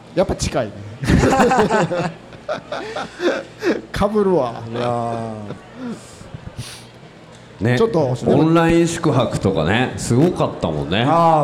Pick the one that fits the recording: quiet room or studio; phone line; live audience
live audience